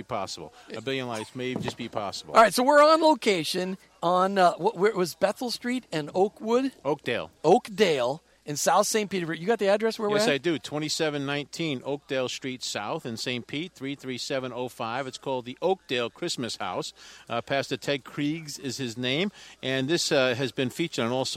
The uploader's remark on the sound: Report live from the Oakdale Christmas House in St. Petersburg.